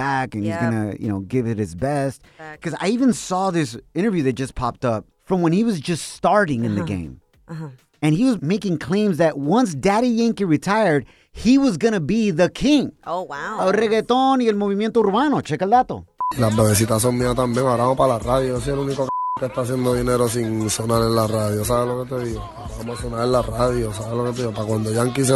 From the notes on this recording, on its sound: We opened up the phone lines and asked our listeners what is something they bought that got them into credit card debt!